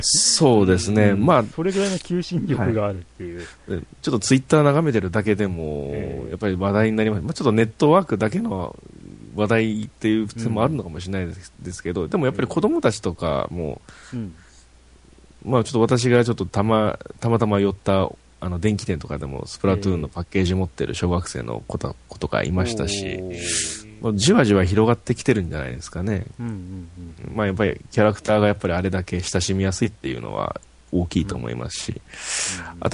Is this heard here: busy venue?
no